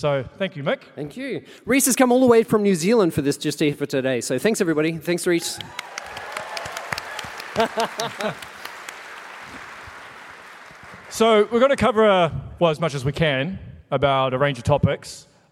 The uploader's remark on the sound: Here is the recorded panel I did at PAX 2023